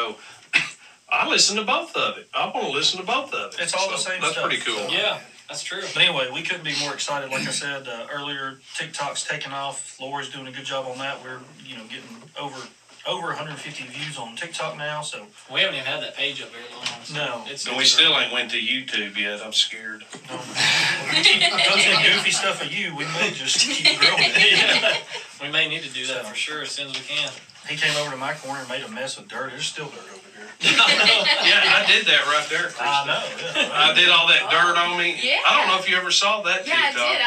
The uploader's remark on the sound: We had some technical difficulties tonight